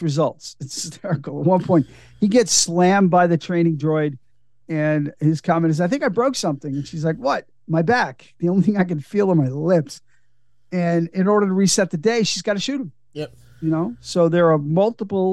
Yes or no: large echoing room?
no